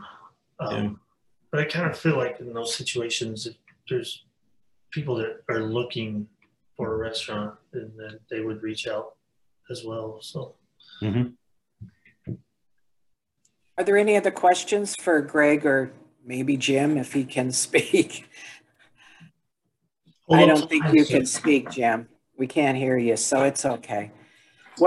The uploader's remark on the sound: Was held on Zoom due to the pandemic.